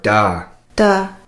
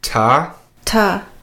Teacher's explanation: if the T is followed by a vowel, it'll be a da sound. And if it's followed by consonants, it'll be a ta sound.